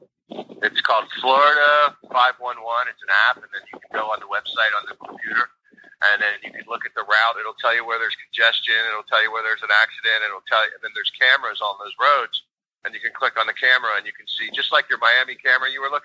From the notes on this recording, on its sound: Joins … over the phone from Southern Florida.